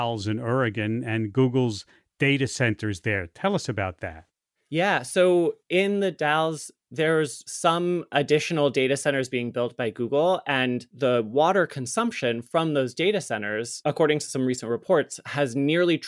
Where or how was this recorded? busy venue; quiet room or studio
quiet room or studio